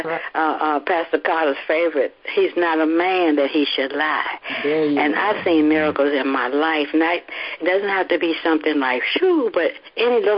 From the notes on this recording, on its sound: HEALING TEACHING CONFERENCE CALL.